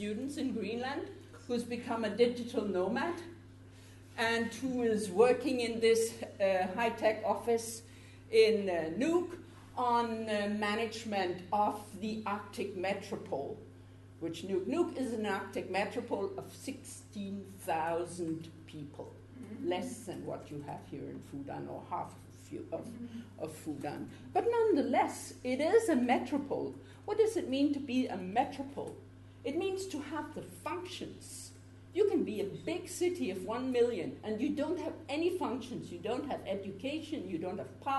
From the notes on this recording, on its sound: This episode of the Nordic Centre podcast is a recording of a public lecture